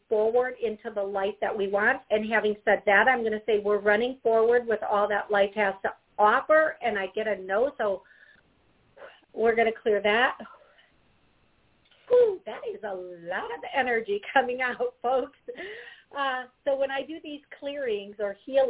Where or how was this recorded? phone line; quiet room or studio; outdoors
phone line